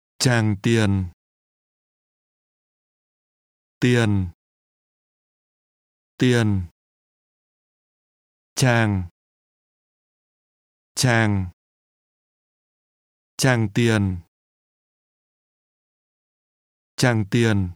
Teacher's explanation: Tràng Tiền is pronounced with two low falling tones.